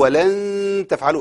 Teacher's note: إخفاء النون في التاء